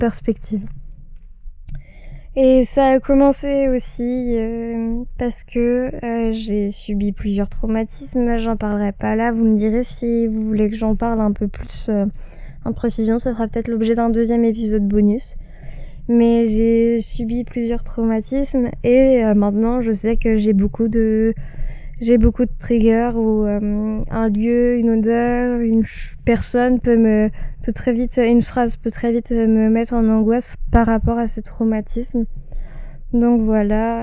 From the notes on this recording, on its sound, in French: Désolé pour le son j'ai eu quelques problèmes avec mon micro